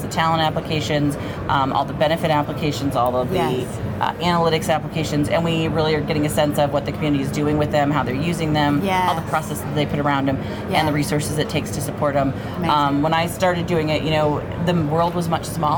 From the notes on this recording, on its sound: Unum took its Gartner Marketing Award-winning HR Trends podcast studio on the road (again) to the 2023 HR Technology Conference & Exposition , held October 10–13 in Las Vegas.